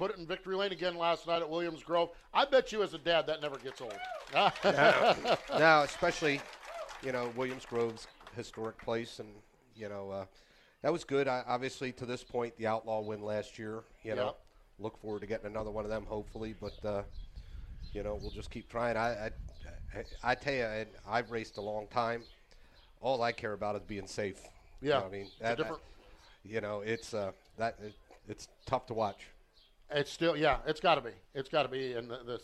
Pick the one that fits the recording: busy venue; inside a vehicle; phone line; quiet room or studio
busy venue